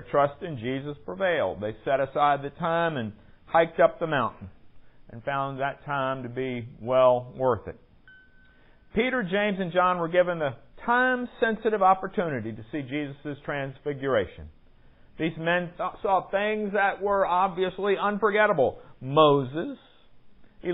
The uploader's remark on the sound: Recorded at Salem Presbyterian Church, Studely, VA on February 23, 2020